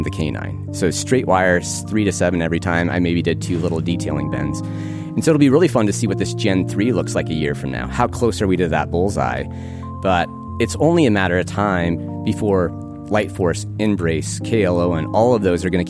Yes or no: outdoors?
yes